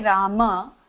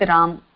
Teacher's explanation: when I say Rama, most of the North Indians, they will stop with Ram · Shown in: second take